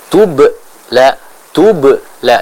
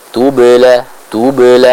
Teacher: qalqalah yang kecil, maka tidak sampai memutus suara aliran bacaan kita · Shown in: second take · Jadi jangan kita baca tube la tube la, tidak, tapi tube la seperti itu. · Term: qalqalah sughra